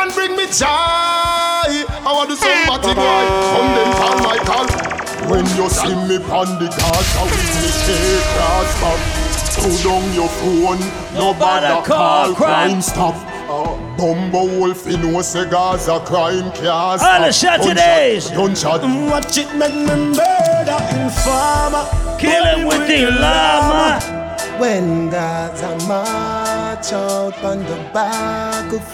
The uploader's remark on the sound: LIVE AUDIO. Audio recording of my set at Island Saturdays.